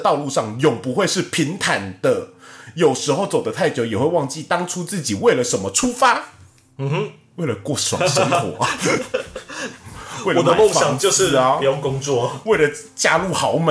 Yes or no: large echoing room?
no